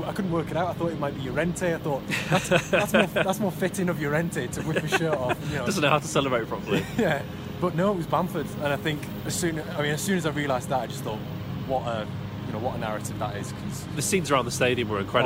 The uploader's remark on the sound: live from Elland Road